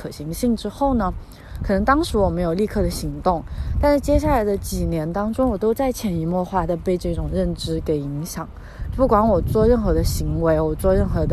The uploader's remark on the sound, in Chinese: 在新冠肺炎刚刚出现时，是一边散步一边录制的。